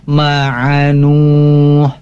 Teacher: Intinya ada mad, kemudian ada huruf berharokat yaitu waqaf, maka ini menjadi mad arid lis sukun. Dipanjangkan yang seperti biasa 4-5 harakat.